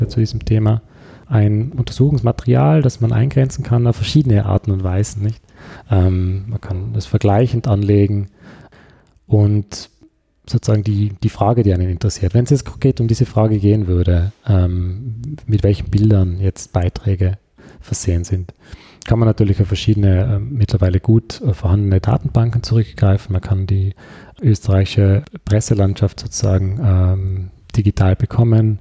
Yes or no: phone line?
no